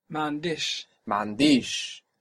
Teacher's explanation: The accent moves towards the end, and that I stretches.